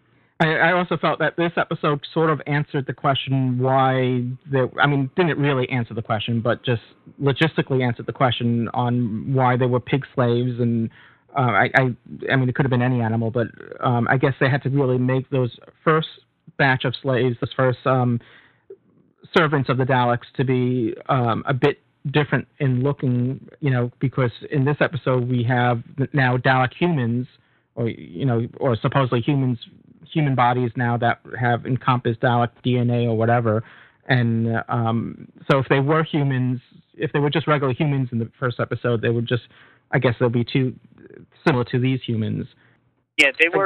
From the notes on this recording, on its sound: With live listener feedback. Recorded live on the net via TalkShoe on Sunday, 29th of April 2007.